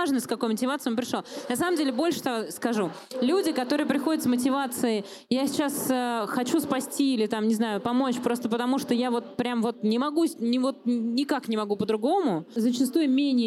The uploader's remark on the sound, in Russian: На открытой записи подкаста «Дурацкие вопросы о благотворительности» пришли к выводу, что дурацких вопросов не бывает.